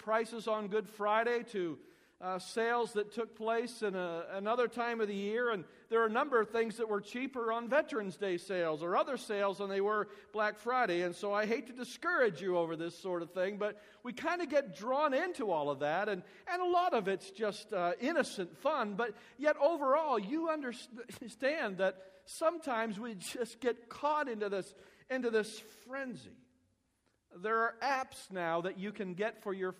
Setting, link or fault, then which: setting, large echoing room